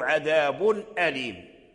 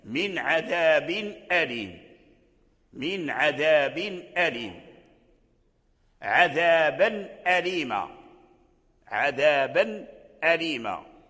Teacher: وكذلك التنوين أيضا يظهر عند الهمزة نحو عذاب أليم